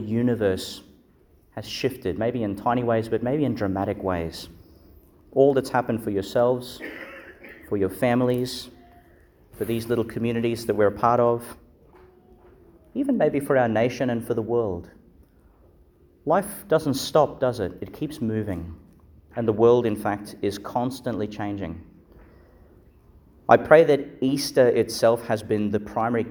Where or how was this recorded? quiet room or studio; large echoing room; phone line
large echoing room